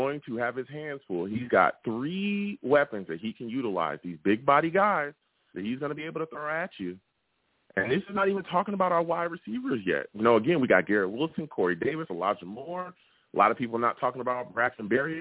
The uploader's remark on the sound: I also take live callers!